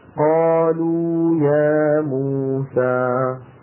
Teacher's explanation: المقطع هذا قالوا يا موسى في خمس مدود طبيعية متتالية، قا لو يا مو ف ق حرف قالوا يا موسى.